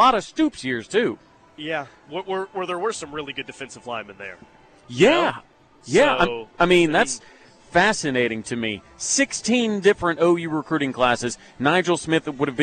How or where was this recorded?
outdoors